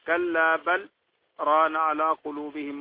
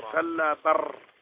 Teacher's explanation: عشان تفصل بين اللام والراء ما يحصل الإدغام · Shown in: first take · Term: السكتة اللطيفة